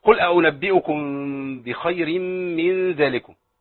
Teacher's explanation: والميم مع الباء ده اخفاء شفهي او شفوي